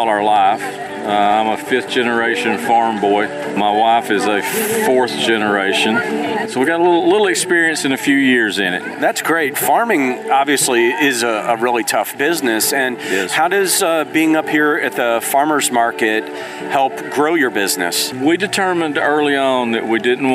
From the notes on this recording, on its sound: On this episode, we took a trip to the Cartersville Farmer's Market. You'll hear the sounds of a bustling farmer's market.